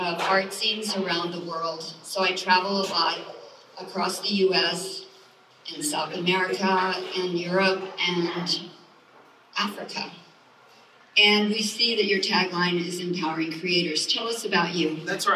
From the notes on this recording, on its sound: For a live audience gathered inside the historic Acme Seed & Feed building. Live event recording courtesy Studio 208, Nashville.